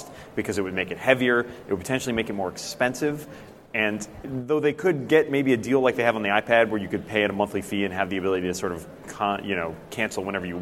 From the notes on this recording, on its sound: A panel at Macworld|iWorld 2013.